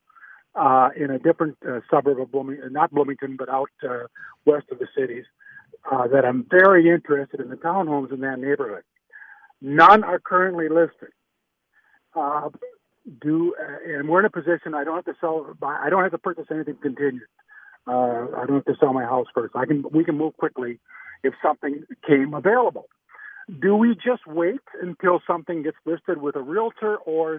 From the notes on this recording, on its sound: They open up the phone and text lines